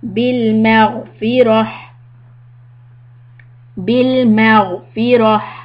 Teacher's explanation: مغفرة را heavy تا مربوطة will become a ha sound when you stop.